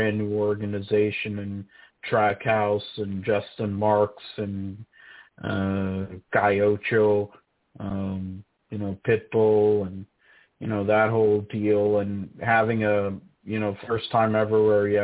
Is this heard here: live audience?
no